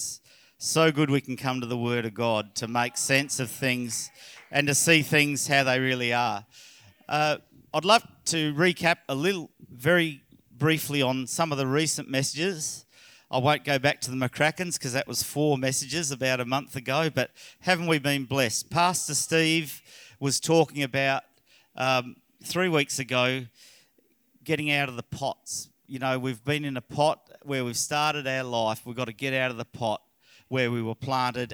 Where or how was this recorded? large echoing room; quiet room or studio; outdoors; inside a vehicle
large echoing room